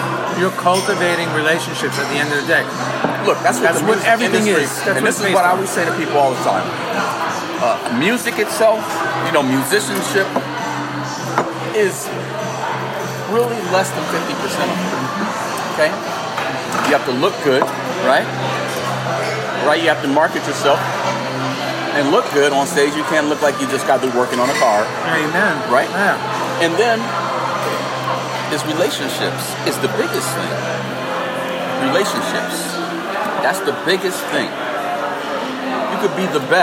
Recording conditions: background noise